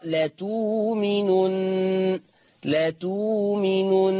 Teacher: هتبدل الهمزه الساكنه بواو ماديه · Term: ابدال الهمز الساكن